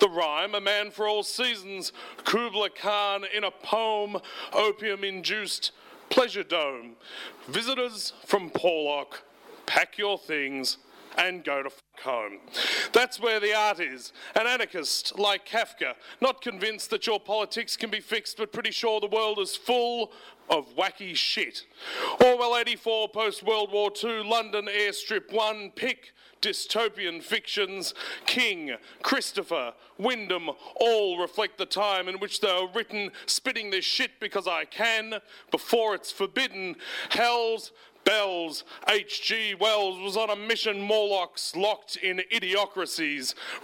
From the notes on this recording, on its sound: This archival recording is from a performance at The Dan O'Connell Hotel.